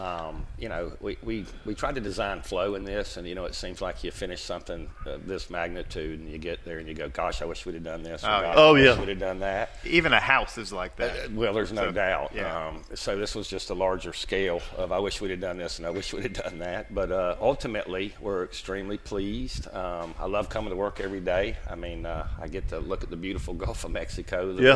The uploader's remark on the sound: do the show live from Steinhatchee River Club!